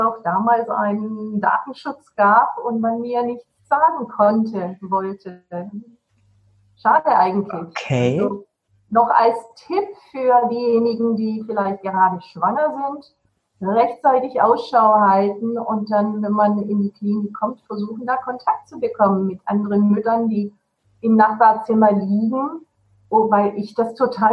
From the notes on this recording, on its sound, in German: Trotz der leider schlechten Tonqualität